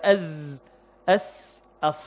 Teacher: تخرج من مخرج واحد وهو طرف اللسان وفويق الثنايا السفلى، وتبقى فرجة صغيرة بين اللسان والثنايا العليا والسفلى · Term: حروف الصفير